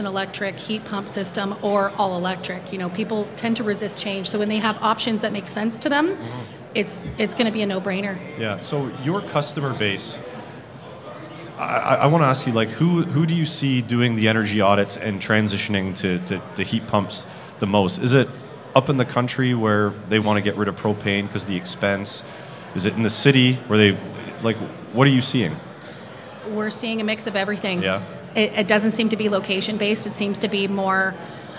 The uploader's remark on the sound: Live At The Heat Pump Symposium. Live at HRAI's first Heat Pump Symposium.